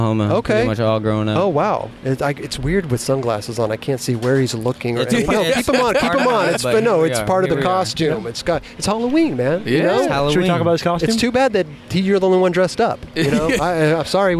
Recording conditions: busy venue